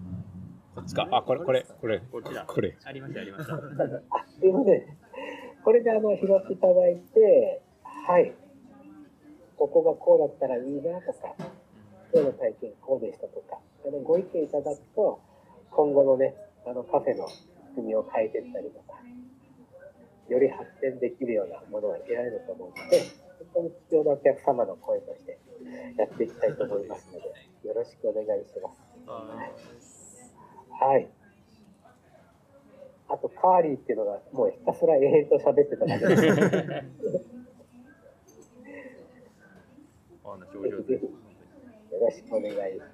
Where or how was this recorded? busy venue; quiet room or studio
busy venue